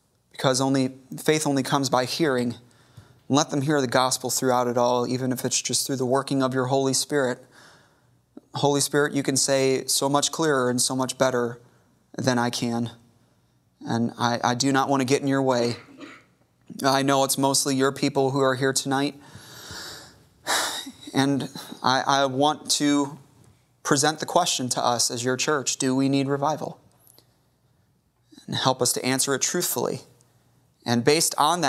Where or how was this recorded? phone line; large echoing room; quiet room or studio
large echoing room